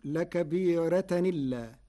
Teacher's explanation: قرأ ورش بنقل حركة الهمز إلى الساكن قبله فتصير لكبيرة إلا مع ترقيق الراء